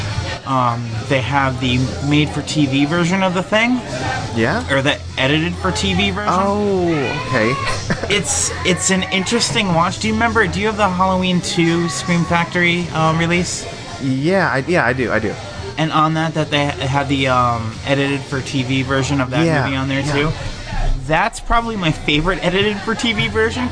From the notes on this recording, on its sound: A special episode recorded partially live from The Office Lounge in New Jersey.